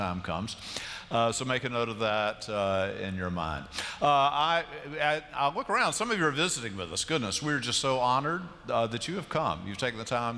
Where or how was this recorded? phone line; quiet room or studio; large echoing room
large echoing room